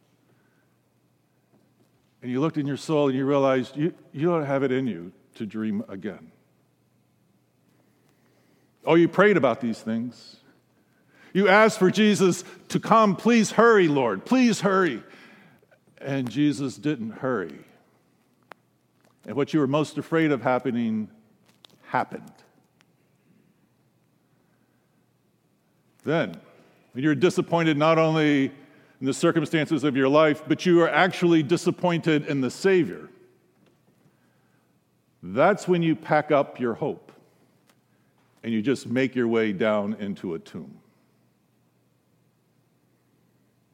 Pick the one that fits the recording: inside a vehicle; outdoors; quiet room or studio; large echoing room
large echoing room